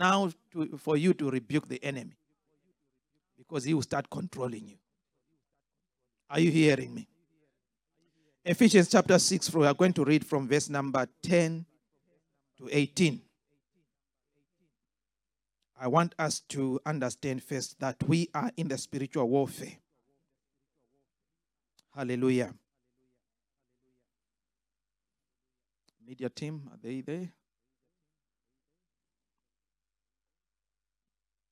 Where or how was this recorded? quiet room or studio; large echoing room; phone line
large echoing room